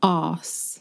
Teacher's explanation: we don't pronounce the R, so you don't really hear the R. It's non-rhotic